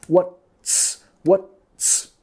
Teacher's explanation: tenemos que pegar la T y la S en what's, what, movimiento de tu lengua acá, tocando tus encías superiores